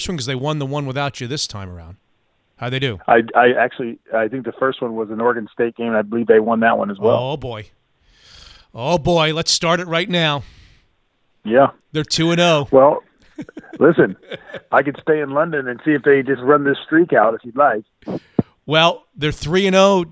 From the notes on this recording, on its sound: phones in from London